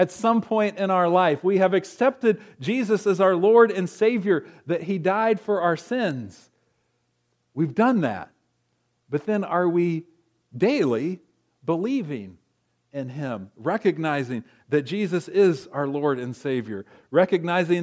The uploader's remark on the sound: At Ringgold Seventh-day Adventist Church.